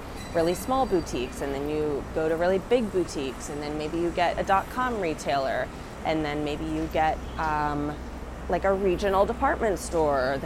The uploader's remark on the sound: Walk and Talk